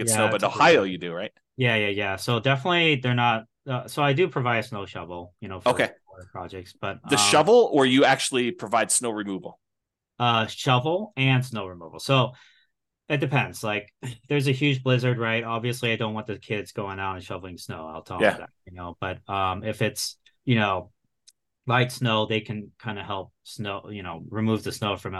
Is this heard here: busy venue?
no